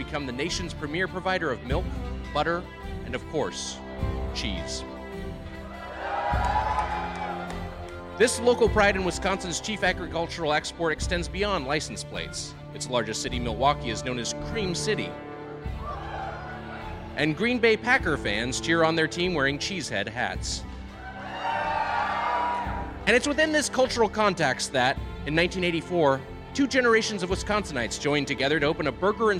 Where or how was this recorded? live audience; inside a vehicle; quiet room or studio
live audience